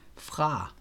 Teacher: En mørk A-lyd, som A får, når den står ved siden af et R